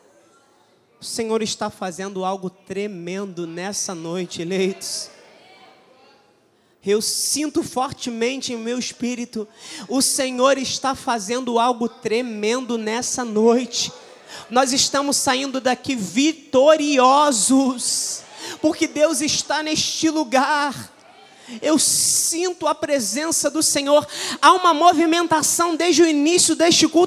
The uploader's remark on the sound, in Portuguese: Neste culto gravado na Igreja Evangélica Cristo Vive.